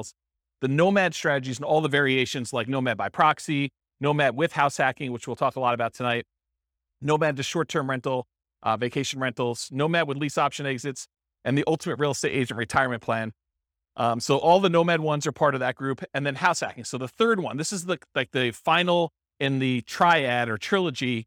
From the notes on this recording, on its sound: This was a live class recorded